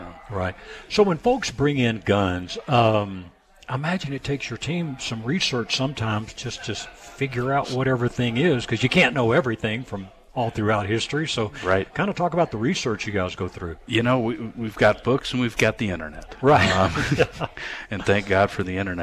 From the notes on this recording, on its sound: “live” Broadcast from The Gun Room’s 1st Annual Open House Event. We are broadcasting live from the 1st Annual Open House Event at The Gun Room! The Gun Room located at 1595 Carr St.